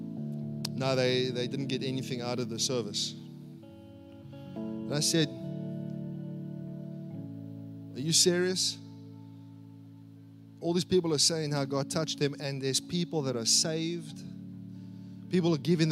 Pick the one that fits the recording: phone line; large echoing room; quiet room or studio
large echoing room